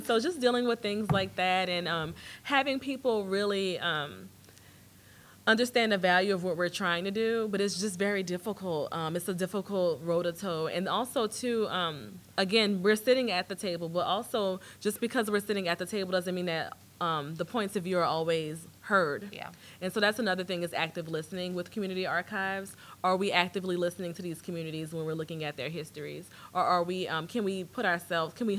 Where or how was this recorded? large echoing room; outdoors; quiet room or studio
large echoing room